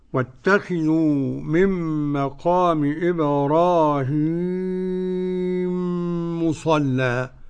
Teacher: وقرأ السوسي بإدغام الميم في الميم إدغام المثلين من قوله تعالى واتخذوا من مقام إبراهيم مصلى.